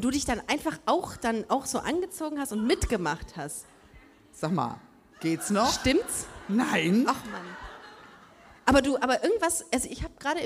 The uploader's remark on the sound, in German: Busenfreundin LIVE im Rahmen des Cologne Comedy Festivals. In der Location Bogen 2 in Köln.